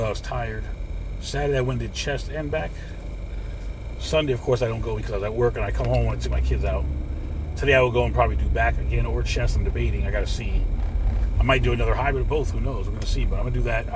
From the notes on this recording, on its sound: CarCast